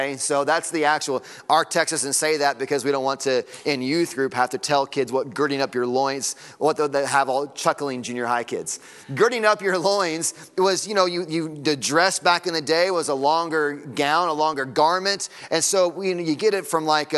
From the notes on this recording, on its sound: Sunday Morning Sermon Audio.